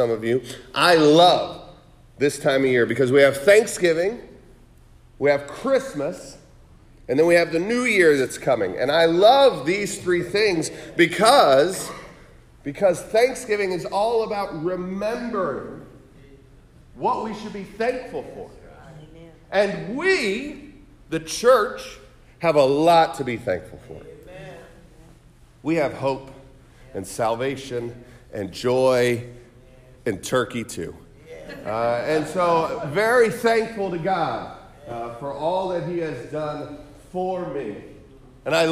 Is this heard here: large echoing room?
yes